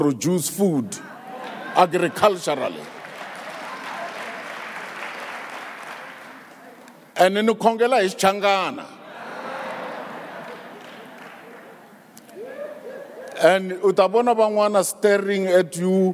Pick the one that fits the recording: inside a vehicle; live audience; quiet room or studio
live audience